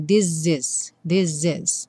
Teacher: Então, this is juntinho o primeiro S ganha um som de Z